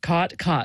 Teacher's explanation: what's called the caught merger, or in linguistic circles, the low back vowel merger, which is sort of the biggest marker of Western speech